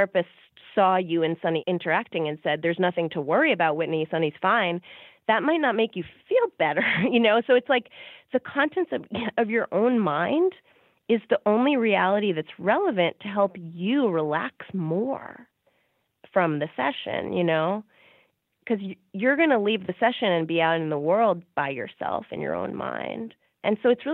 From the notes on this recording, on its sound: During this phone call